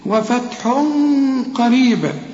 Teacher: تنوين وبعد قاف، والقاف من حروف الإخفاء، غن هنا واخفي، وفتح قريب، قريب هنقلقل عند الوقف، وده وقف لا بأس به، قريب.